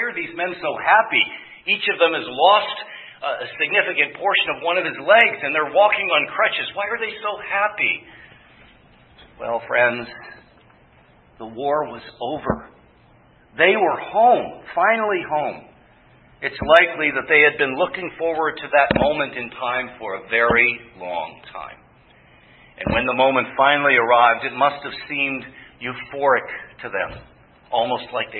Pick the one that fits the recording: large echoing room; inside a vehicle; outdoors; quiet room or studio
large echoing room